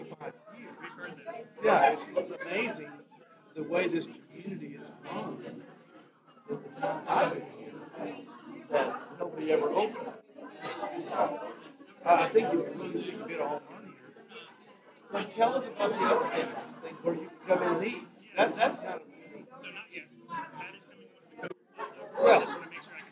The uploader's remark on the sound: LIVE FROM SPEK ARTISAN MEATS